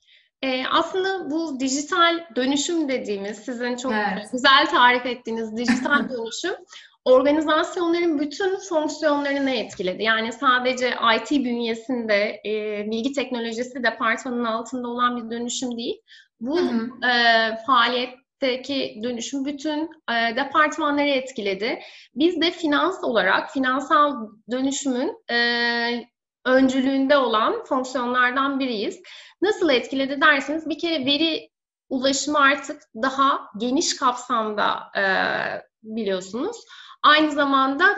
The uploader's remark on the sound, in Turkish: webinar serimizin dördüncü yayını